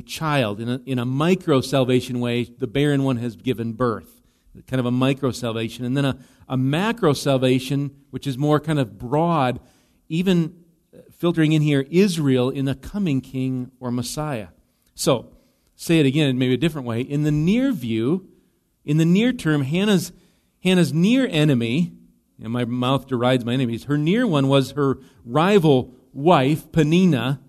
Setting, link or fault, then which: setting, large echoing room